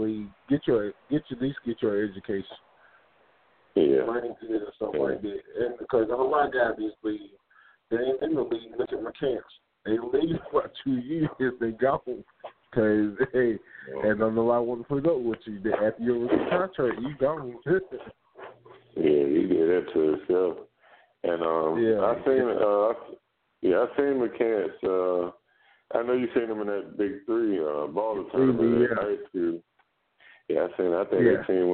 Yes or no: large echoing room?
no